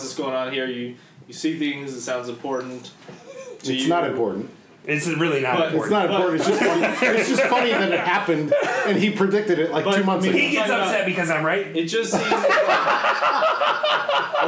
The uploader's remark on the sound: Live From Snyder Cycles after the Tucker Criterium